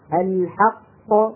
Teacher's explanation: فأنا عمليا لما أقف على كلمة الحق أنطق قافين، القاف الأولى ساكنة أصلا وتخرج بالتصادم على القاعدة الأصلية، والقاف الثانية ساكنة عروبا وتخرج بالتباعد بين طرفي عضو النطق.